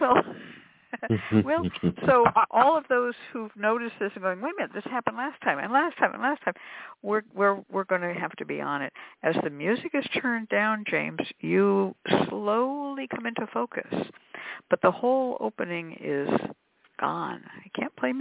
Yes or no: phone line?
yes